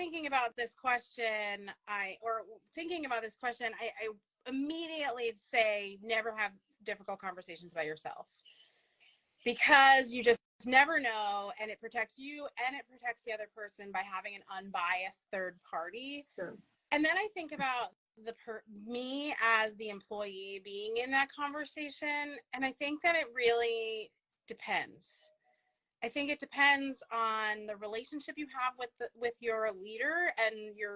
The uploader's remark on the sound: We were invited to go live on instagram